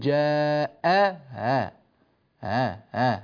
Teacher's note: تغيير الهمز وجعله بين الهمزة والألف، إذا كانت الهمزة مفتوحة تسهل بين الهمزة والألف، فهو ليس همزا محققا، فنقول جاء ها ها ها هكذا جاء أحد، ولاحظوا أن الهمزة هنا مسهلة لا يجوز إبدالها هاء، لا نقول جاء أحد مثلا، الهاء خطأ شنيع. · Term: التسهيل